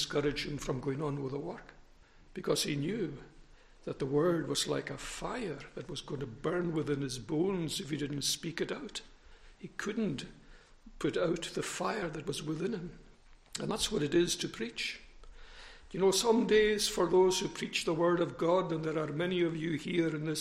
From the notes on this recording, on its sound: recorded at North Harris Free Church on Sunday Morning 5th September 2021